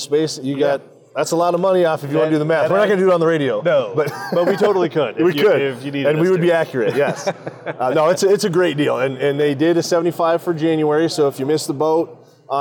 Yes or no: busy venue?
yes